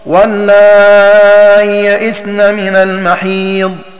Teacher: وقرأ أبو عمرو والبزي بياء ساكنة بعد الألف من غير همز وصلا ووقفا ويمدان الألف حينئذ مدا مشبعا للساكنين هكذا واللائي يئسن من المحيض. وقرأ ورش بحذف الياء بعد الهمزة مع تسهيل الهمزة بينها وبين الياء وصلا